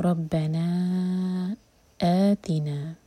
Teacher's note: آ کے بعد تی پر زور، اسٹریچ کے بعد جو لیٹر آتا ہے اس پر زور دیا جاتا ہے